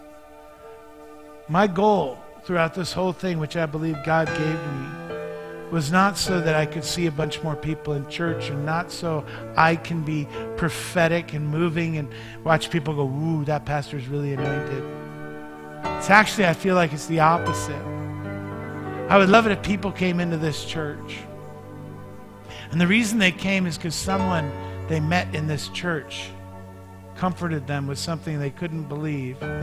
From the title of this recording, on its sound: Mt. Zion Church Live!